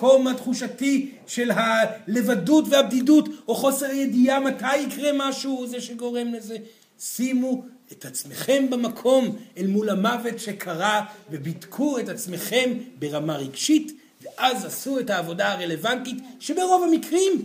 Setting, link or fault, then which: setting, live audience